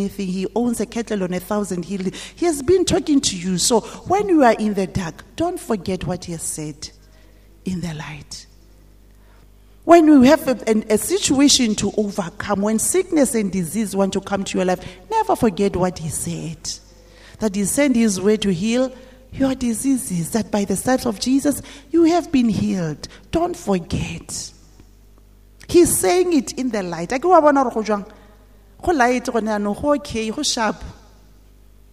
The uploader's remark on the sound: at GTCFC City Campus at the morning service